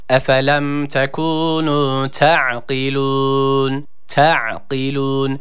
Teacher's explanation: Yani daha doğrusu T'yi uzatan bir harfi met yok. Ayn harfi var. Sakindir. Boğazımızı sıkıyoruz.